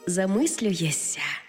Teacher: Замість «шся» вимовляємо «ся».